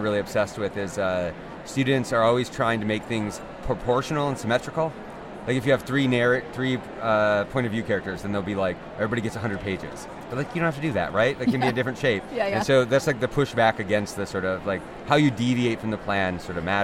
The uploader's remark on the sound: Live from the conference floor at AWP 2023.